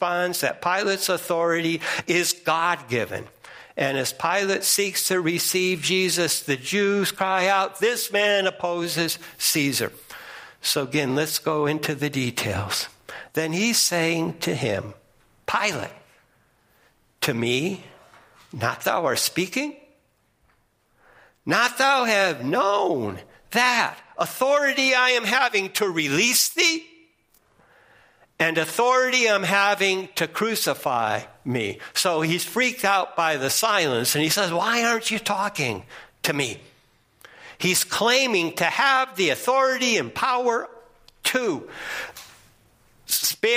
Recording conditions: large echoing room